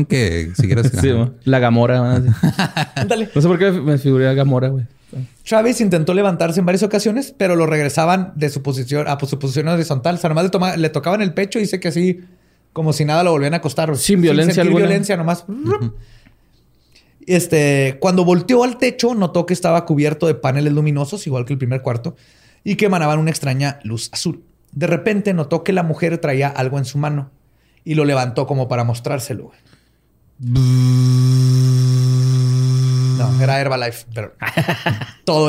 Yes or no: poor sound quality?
no